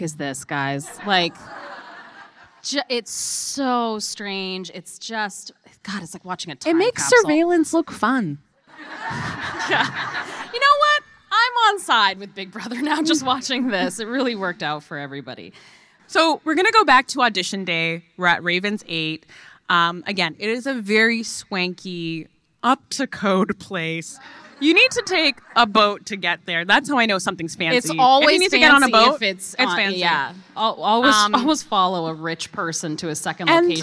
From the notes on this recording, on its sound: In front of a live audience at Obsessed Fest in Columbus, Ohio.